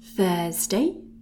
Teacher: our voiceless TH. And we have a strong UR.